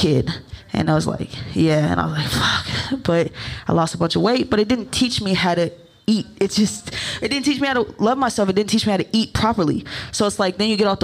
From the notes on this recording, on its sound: Recorded in front of a live studio audience at Harambe Cafe.